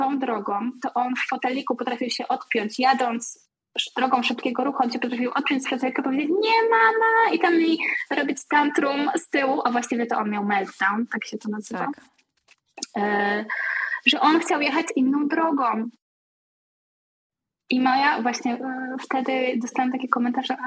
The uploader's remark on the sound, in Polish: Ten odcinek niestety nie zachwyca jakością dźwięku. Zdecydowałam się jednak wypuścić tę rozmowę pomimo jakości nagrania.